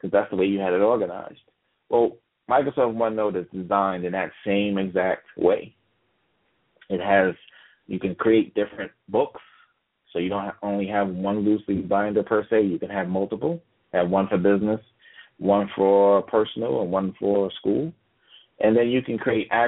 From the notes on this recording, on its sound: Live Talk is a TABRadio broadcast call-in show where you the listener can ask questions about technology and computers.